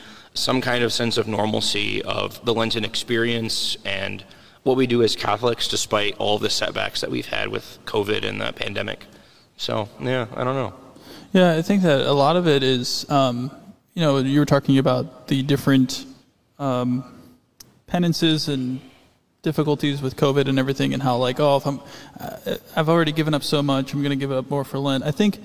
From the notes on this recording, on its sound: LIVE from St. Matthias.